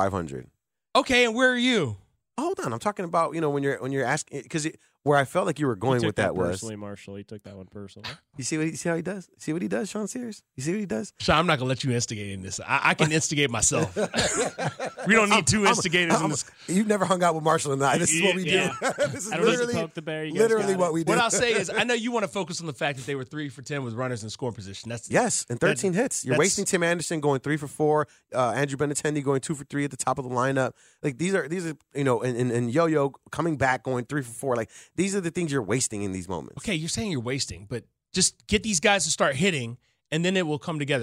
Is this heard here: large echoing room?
no